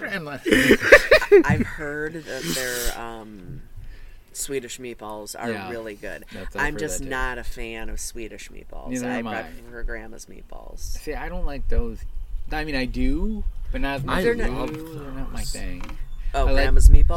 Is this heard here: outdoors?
yes